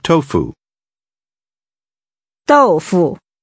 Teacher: Using falling and neutral tones, say 豆腐